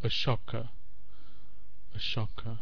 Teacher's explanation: We've got the stressed syllable in the middle, shock or shok, and then two schwas either side.